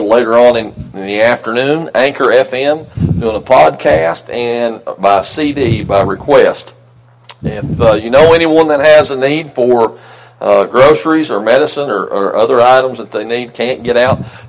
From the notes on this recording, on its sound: Locust Grove Christian Church had Resurrection drive in Service this morning and here is the audio from it.